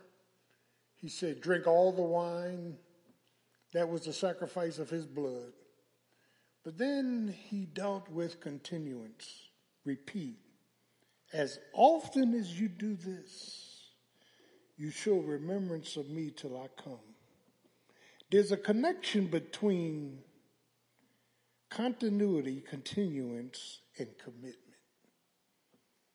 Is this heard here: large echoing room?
yes